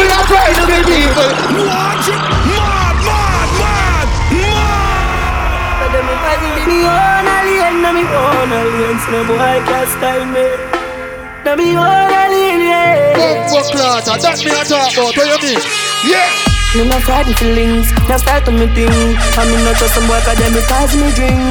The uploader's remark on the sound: Here's A Pre Vibe Live Mixtape. Live From Inside Sit And Sip Lounge on A Friday Night.